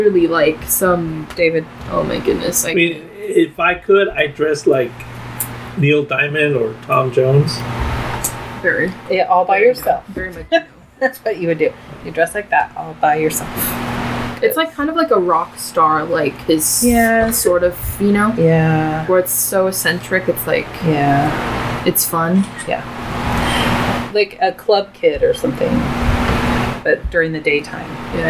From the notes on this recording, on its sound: We were sitting around the table after dinner. The sound is crappy but that's how we roll with 1/2 a dozen fans running.